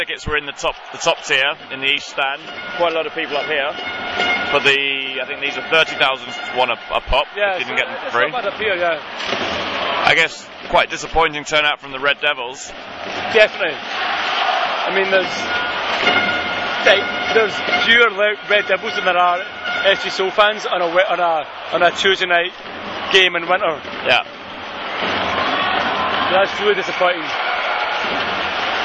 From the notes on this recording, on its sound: The boys obtain free tickets for the Korea v D'ja make 'er and record live from Sangam of their own accord.